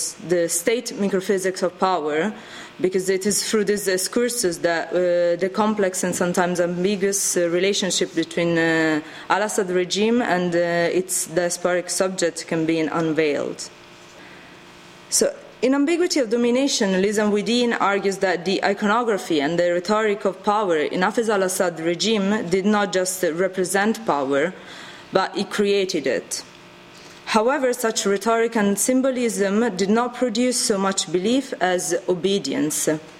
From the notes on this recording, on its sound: RSC 2014 Conference: Refugee Voices: Panel 18. Recorded on 25 March 2014 at St Anne's College, University of Oxford.